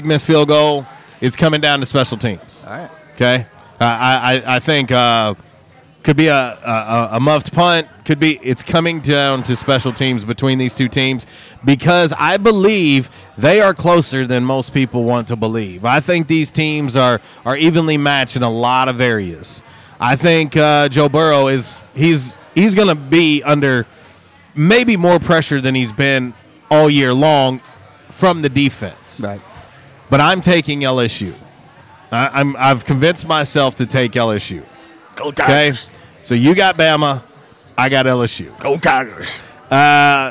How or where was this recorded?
busy venue